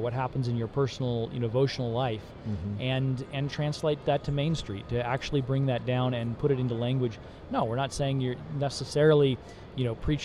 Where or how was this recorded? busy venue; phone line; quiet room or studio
busy venue